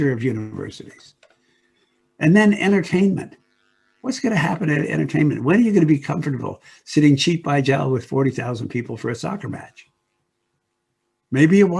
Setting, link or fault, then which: link, video call